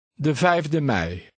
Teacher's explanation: The F has more of a V sound.